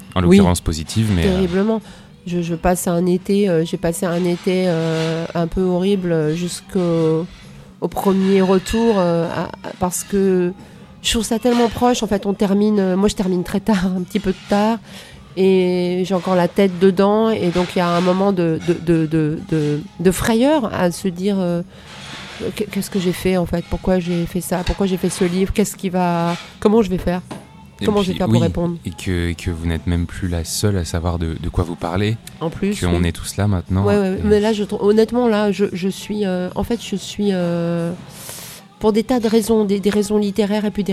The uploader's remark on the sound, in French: Nous nous sommes donc rejoint dans un café dans le quartier de Saint-Michel, à Paris, en face de Notre Dame, et j’ai allumé les micros. Comme dans n’importe quel café, il y a un petit bruit de fond. Ce sont les limites (mais aussi le charme) du podcast "fait maison".